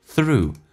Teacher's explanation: 咬舌音舌尖往上指搭一下嘴巴凸出来收圆